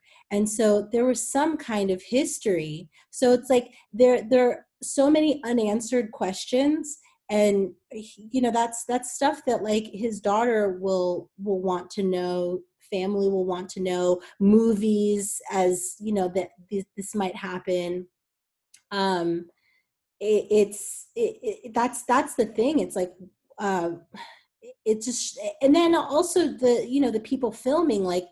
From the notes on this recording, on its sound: get on Zoom with me